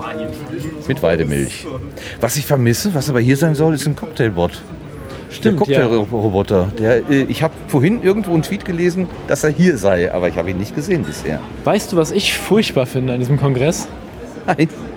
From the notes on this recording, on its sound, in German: RMN033 #32C3 Rundgang. Treppauf, treppab.